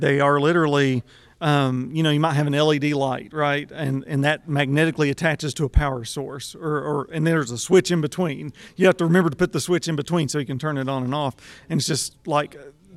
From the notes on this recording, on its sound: Recording this podcast episode at the 2023 West Virginia Makes Festival in Huntington, I find myself immersed in the bustling atmosphere of creativity and innovation. It’s heartening to see school buses outside, bringing students to witness the projects on display.